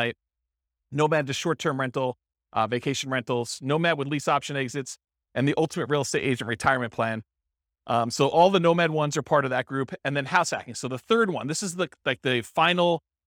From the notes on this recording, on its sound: This was a live class recorded.